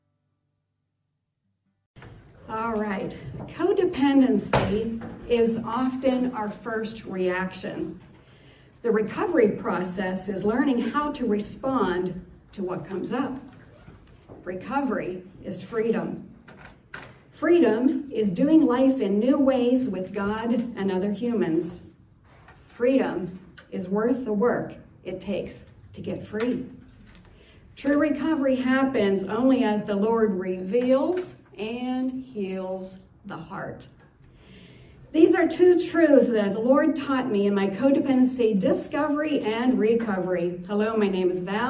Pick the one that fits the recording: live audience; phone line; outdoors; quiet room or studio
live audience